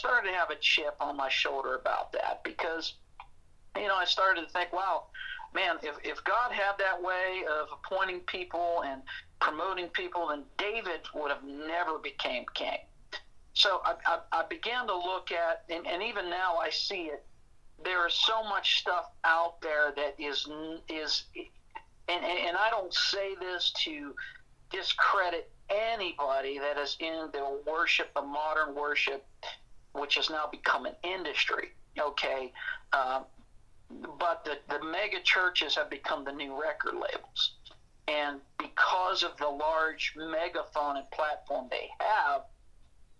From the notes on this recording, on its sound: joins us via telephone